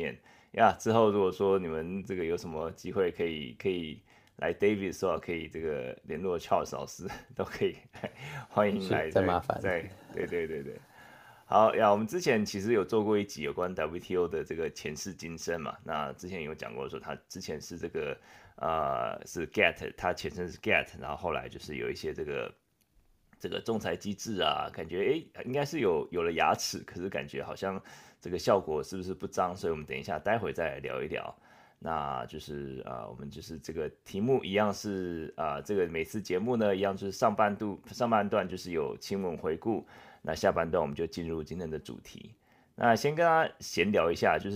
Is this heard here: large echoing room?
no